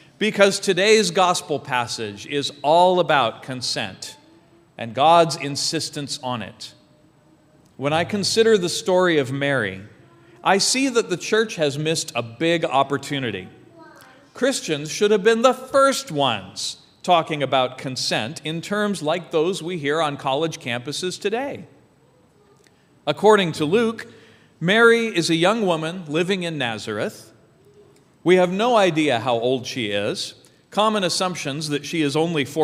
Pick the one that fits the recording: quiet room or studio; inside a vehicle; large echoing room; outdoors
large echoing room